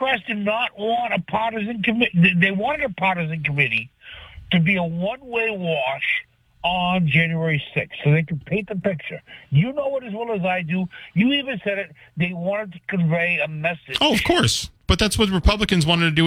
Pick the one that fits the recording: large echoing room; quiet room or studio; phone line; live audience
phone line